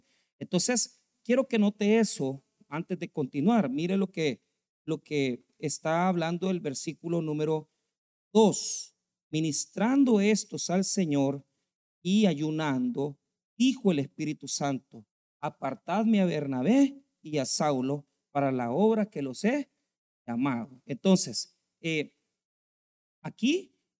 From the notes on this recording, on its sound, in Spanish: en nuestro Culto de Jueves de Estudio Bíblico